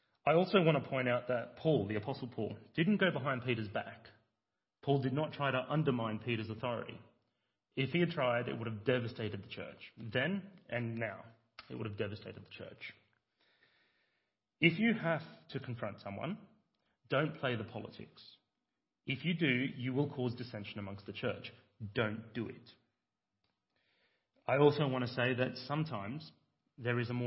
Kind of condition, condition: setting, large echoing room